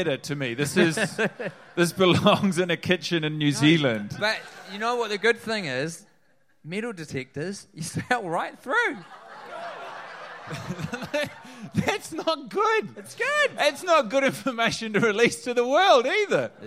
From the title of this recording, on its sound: Live in NYC